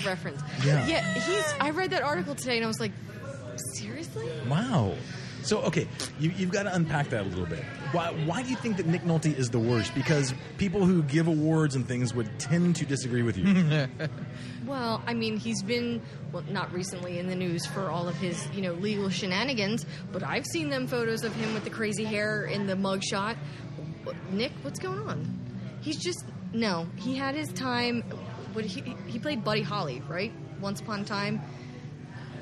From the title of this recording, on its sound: Live from Pour Taproom!